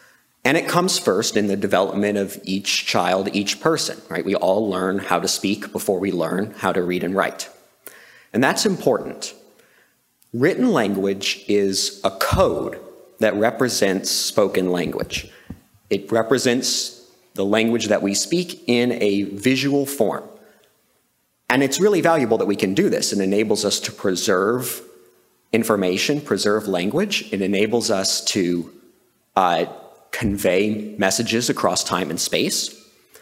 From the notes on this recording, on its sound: Recorded July 1, 2023, at OCON in Miami, Florida.